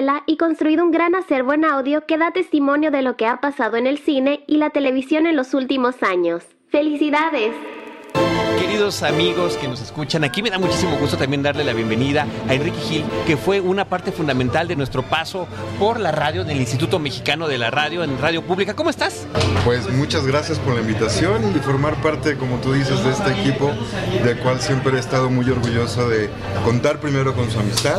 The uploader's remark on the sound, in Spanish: Para celebrar los mil episodios, grabamos en Cinépolis VIP de Plaza Universidad, tras una Premiere exclusiva de #Rocketman. Convivimos con amigos y colegas que nos han acompañado.